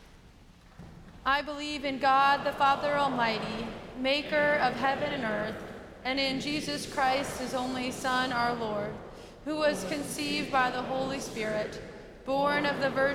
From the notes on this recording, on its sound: 11 AM Worship at Myers Park. Live from Myers Park United Methodist Church in Charlotte, North Carolina.